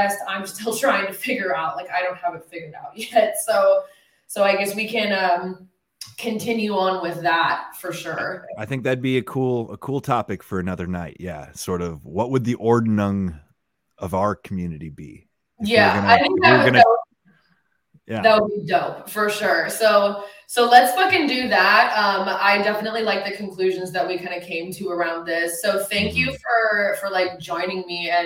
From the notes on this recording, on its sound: Sorry I sound like I'm in a fkng tin can on this audio, I have no idea what happened, but won't happen again!